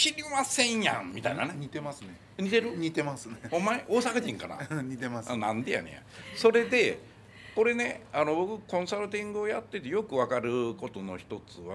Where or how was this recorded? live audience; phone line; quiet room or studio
live audience